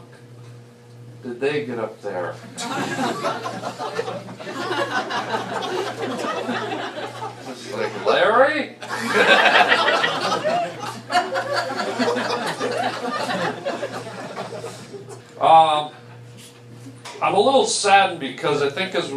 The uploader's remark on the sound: Live STAND UP comedy and interview.